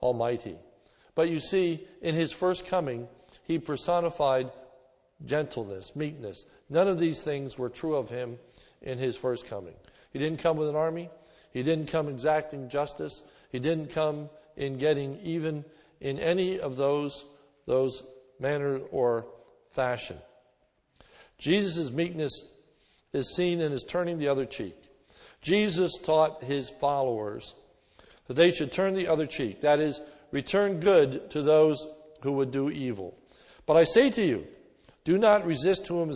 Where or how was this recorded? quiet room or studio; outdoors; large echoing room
large echoing room